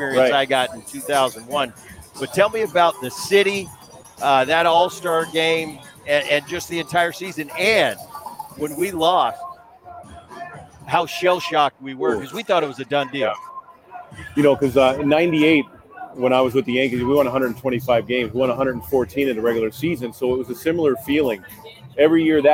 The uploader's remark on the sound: live from T-Mobile Park in Seattle